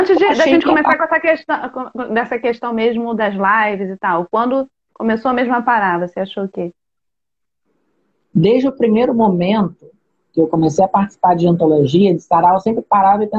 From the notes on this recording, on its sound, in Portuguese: Live feita em 30/05 no Instagram